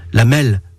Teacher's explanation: on roulait le R, ce qui le rend très proche d'un L.